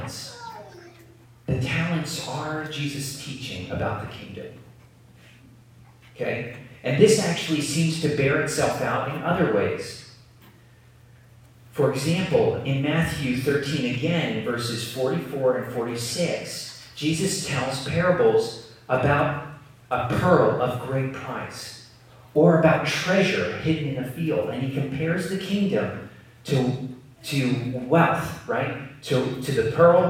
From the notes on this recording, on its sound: Please excuse the poor audio quality.